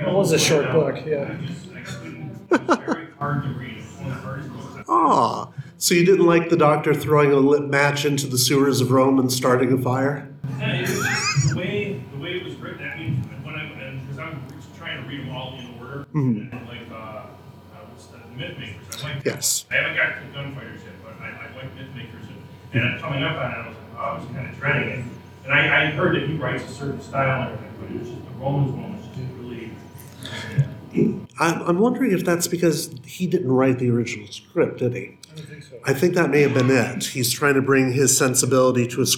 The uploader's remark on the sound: The sound quality on this one is variable, so headphones are encouraged!